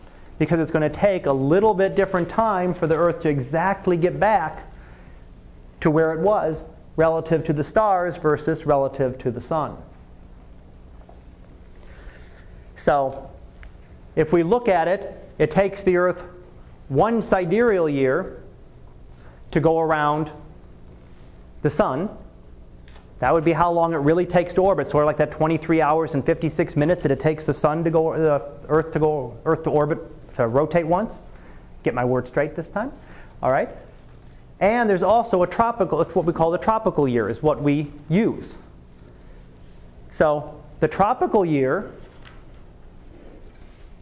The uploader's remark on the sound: Live Class Lecture